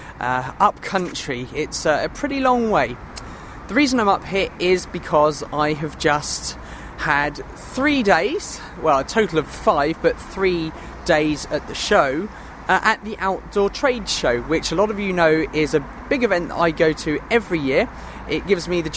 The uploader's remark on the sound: I’m on location, in my hammock